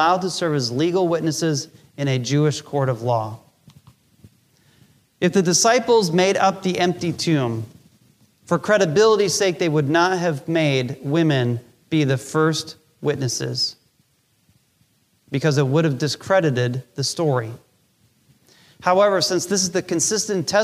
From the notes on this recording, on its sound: Recorded Live during our Easter Service.